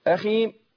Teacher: بعض الناس ما بيستناش يجيب الحرف الأخير يروح قافل الشفتين، يبقى كان جاب ميم